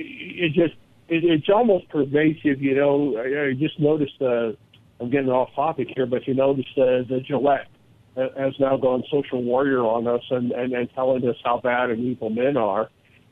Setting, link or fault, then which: link, phone line